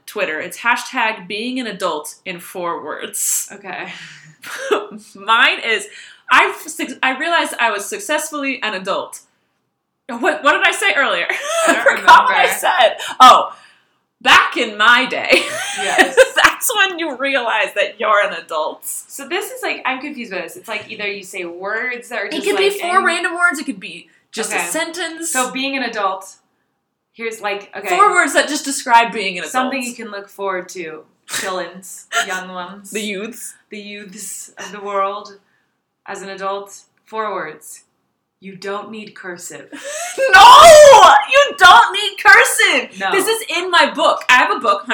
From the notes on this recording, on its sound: Sorry for the echo, a hotel room is very unforgiving